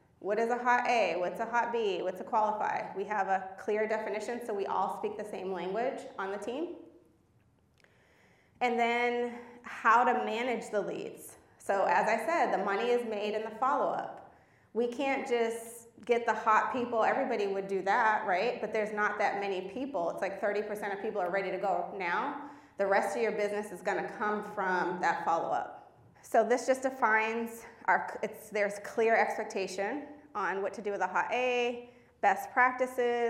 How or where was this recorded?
live audience